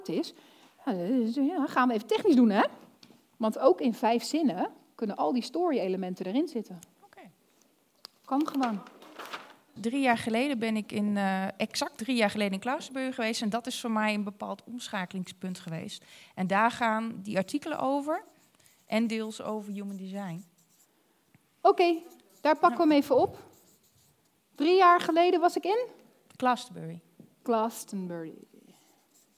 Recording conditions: live audience